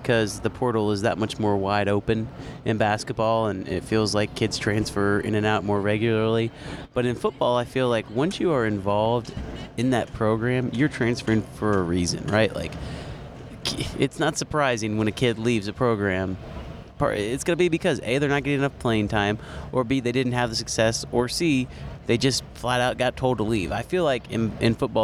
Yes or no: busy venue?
yes